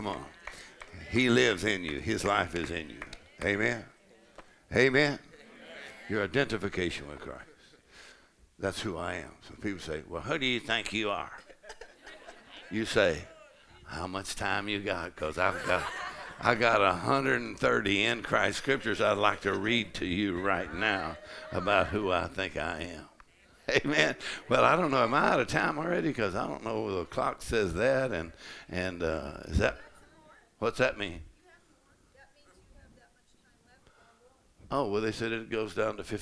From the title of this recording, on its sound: Faith and Fire Conference: Sunday Morning | 1st Service